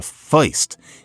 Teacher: what we often think of as oi instead of er